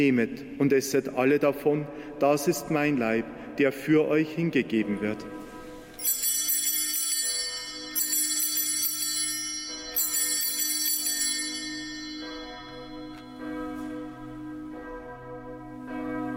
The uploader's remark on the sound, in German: Live-Gottesdienstübertragung aus der Stadtpfarrkirche Waldkirchen